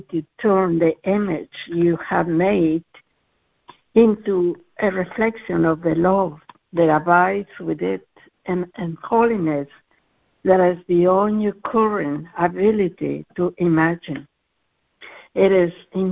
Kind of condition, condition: link, phone line